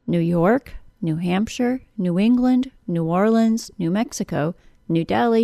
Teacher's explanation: open compound nouns that include the word new tend to be stressed on the second word